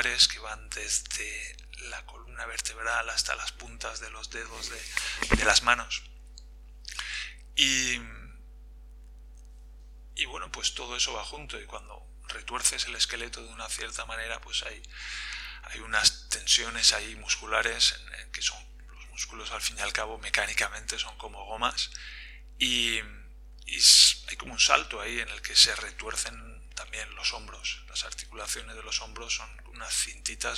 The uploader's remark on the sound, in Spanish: Lo siento por la calidad de la voz de este episodio que, por algún motivo, se ha grabado fatal.